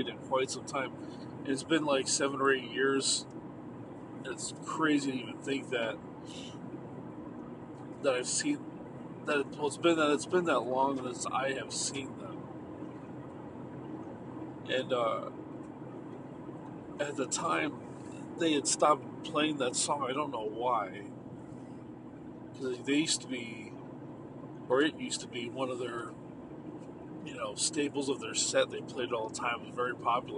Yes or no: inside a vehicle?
yes